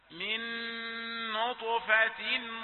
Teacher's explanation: نون ساكنة أدغمت في نون متحركة، فهذا الإدغام وفيه الغنة